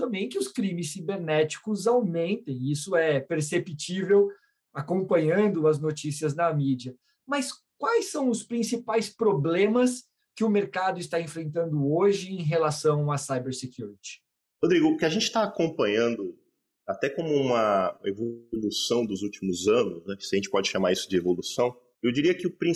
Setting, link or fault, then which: link, video call